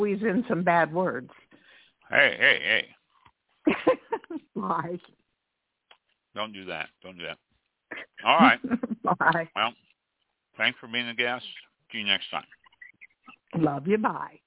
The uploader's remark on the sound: A short program to see if call in will work for guests